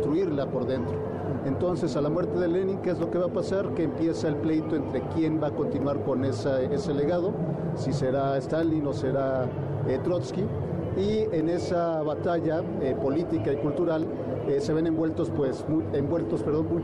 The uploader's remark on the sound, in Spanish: Escucha la transmisión especial desde el Festival del Adulto Mayor.